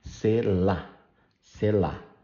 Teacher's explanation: And by the way, some people were asking me, in Portuguese, it is pronounced sela, sela, the stress in the last syllable